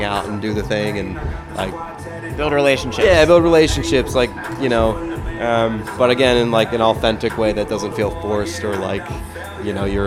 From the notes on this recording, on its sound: We also take you inside our most recent Philly Showcase at Khyber Pass, with exclusive audio